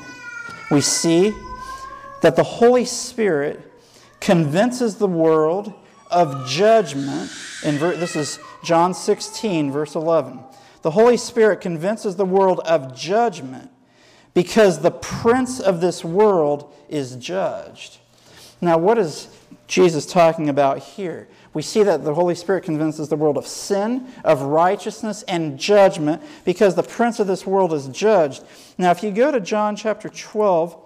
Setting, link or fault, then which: setting, large echoing room